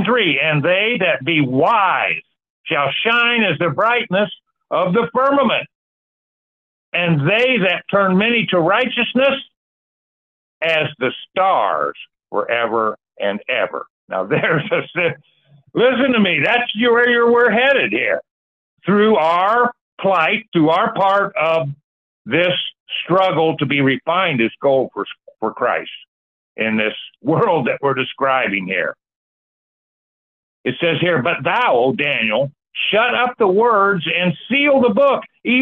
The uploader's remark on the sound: Call in Bible Study